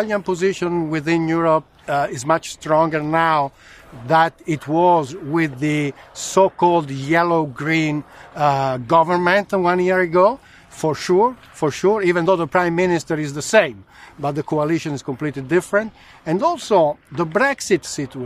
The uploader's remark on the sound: We are live at the Ambrosetti Forum on Lake Como where the mood among attendees remains cautious amid the market turbulence.